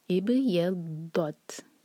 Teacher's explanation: تا پر ہمس کریں گے تو ہماری سانس جاری رہے گی